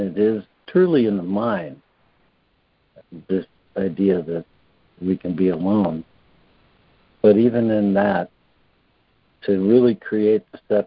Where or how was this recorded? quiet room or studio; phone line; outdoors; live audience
phone line